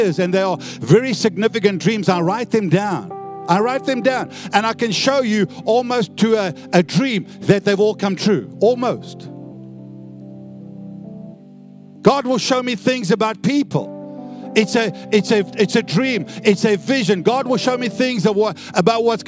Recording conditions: large echoing room